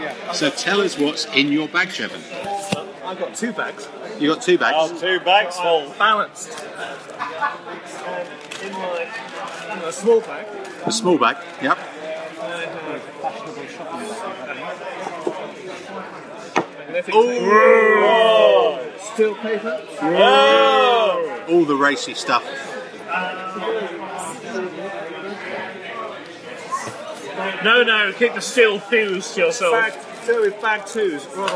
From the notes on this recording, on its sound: A "straight to live" recording made in the beer garden of the Fox pub at the ExCeL Centre, London. Admittedly this is not the most salubrious of locations, however Audacity software has managed to iron out most of the background noise making this a pretty solid podcast recorded live in the Fox, which this particular weekend has been the resting place for weary and thirsty gamers escaping from the mega-show that was Salute!